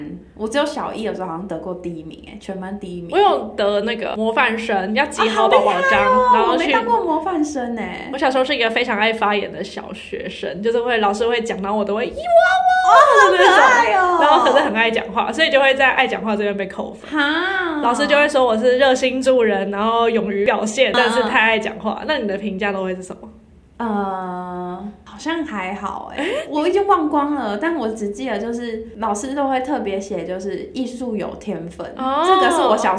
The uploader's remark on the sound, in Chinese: 佛心同事幫我們聲音調好走人後。我們兩個在錄音時麥克風離太近，互相收到對方的聲音。所以還是有些空間音。